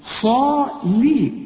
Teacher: اللام مكسورة وتكون أكثر رقة إذا كانت مكسورة